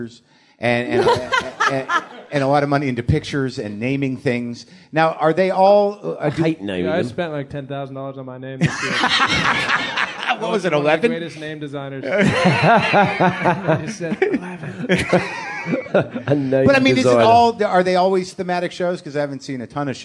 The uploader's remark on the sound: Episode 178 - Live from Australia. Live at the Melbourne International Comedy Festival.